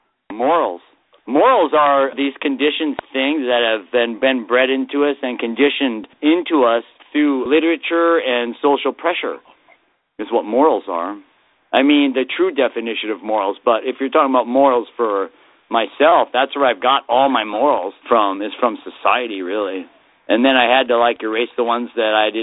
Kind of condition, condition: link, phone line